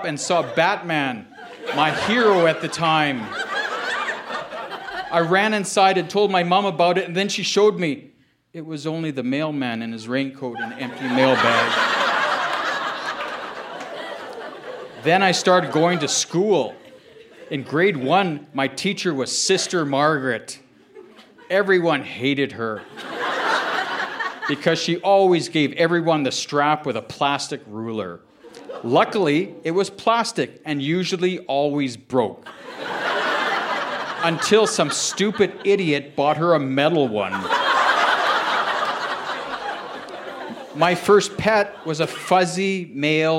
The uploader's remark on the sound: Recorded live at the Artesian in Regina, SK.